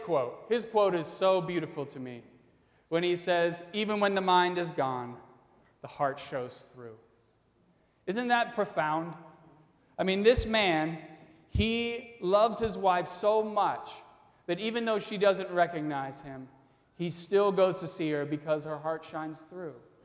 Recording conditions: large echoing room